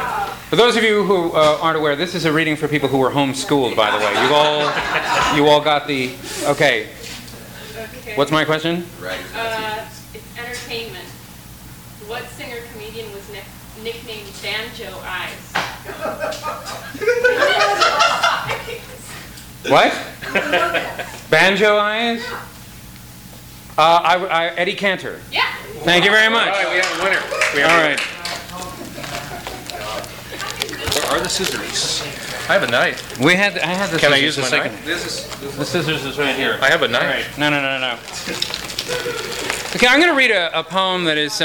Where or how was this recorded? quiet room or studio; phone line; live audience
live audience